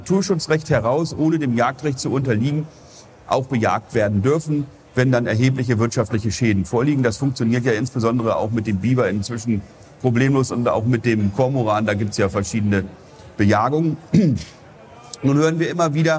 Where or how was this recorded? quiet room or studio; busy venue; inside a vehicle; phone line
busy venue